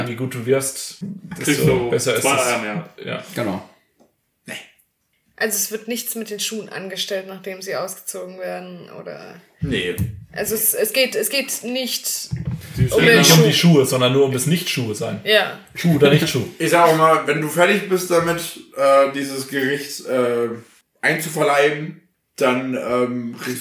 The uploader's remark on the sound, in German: Beim Sound haben wir mit 2 Mikros und verschiedenen Einstellungen ein bisschen experimentiert, verzeiht uns das bitte.